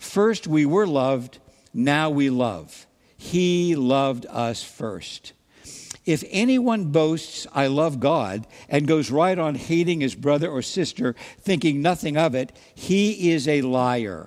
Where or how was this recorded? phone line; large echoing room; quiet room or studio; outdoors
large echoing room